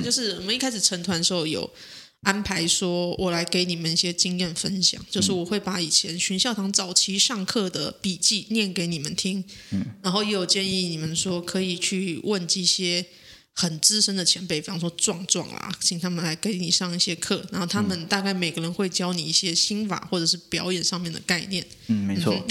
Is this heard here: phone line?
no